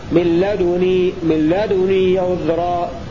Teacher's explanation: قوله وسكن وأشمم ضمة الدال صادقا أي روى شعبة بإسكان الدال وإشمامها الضم هكذا يعني ساكنة مع ضم الشفتين من لدني من لدني عذرا هكذا يروي شعبة.